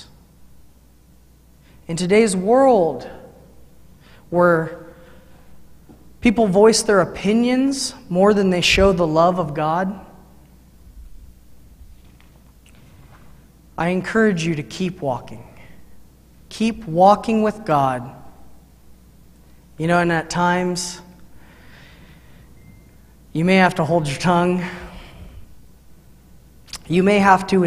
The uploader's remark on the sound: Mt. Zion Church Live!